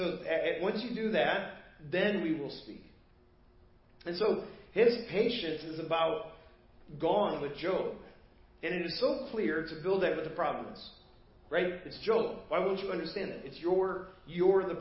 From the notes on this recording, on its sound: Preached at First Baptist Church of Hazel Park